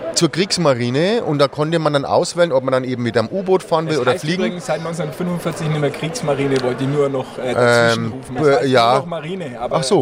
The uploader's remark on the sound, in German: Die Stadtgrenzler live auf der Consumenta